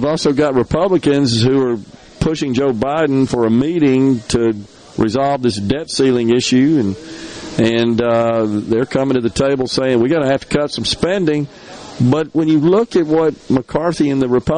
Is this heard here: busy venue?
yes